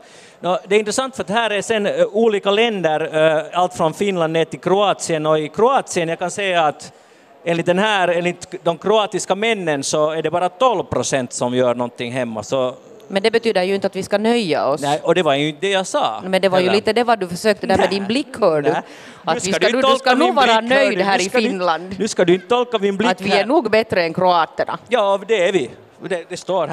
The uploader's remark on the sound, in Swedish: Podden Live från Bokmässan.